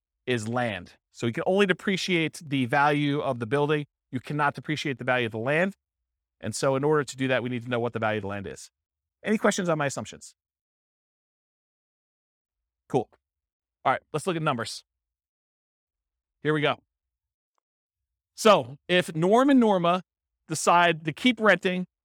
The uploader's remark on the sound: This was a live class recorded